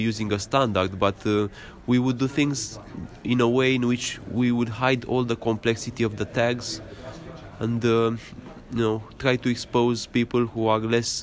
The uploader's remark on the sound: talk with vendors at the CMS/DITA North America conference